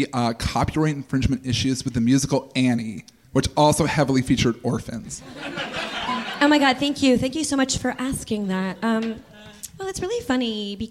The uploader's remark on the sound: Live at Nerdmelt. Stay til the end for a very special live cast and crew q&a!